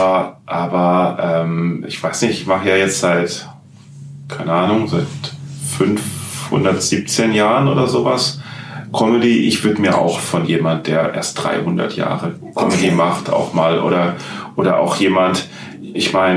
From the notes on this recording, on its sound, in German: Leider hat die Folge ein kleines Soundproblem. Ein Mikrofon verkehrt herum gestellt hatte, daher hat es nicht den gewohnten exzellenten Sound.